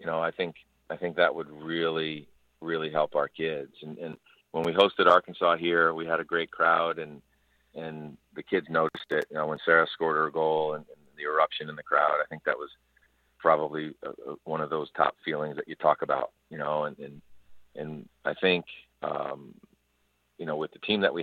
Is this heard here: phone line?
yes